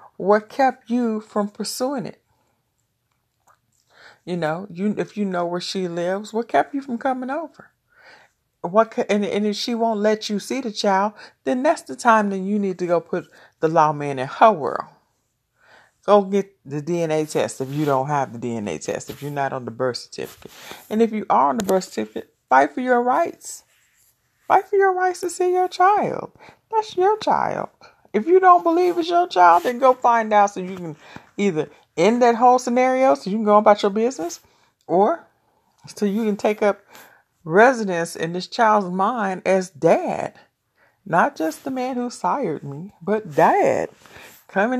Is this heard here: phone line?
no